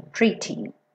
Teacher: Se você optar por uma pronúncia mais britânica, sua pronúncia vai ser pretty. E aí, você deixa esse t, com aquele arzinho, né? Que explode junto